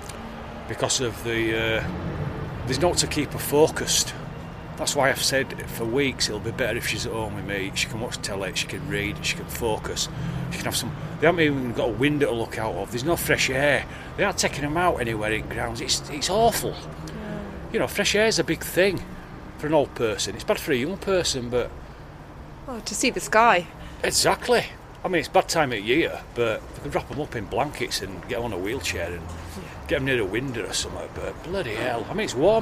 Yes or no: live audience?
no